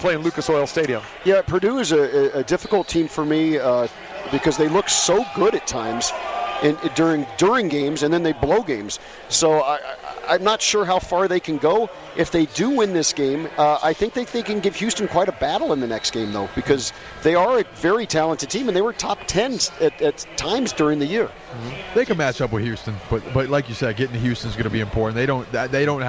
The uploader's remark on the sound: Live from the most exciting March Madness party on the planet, Hoops & Hops inside the Chelsea Theater at the Cosmopolitan of Las Vegas.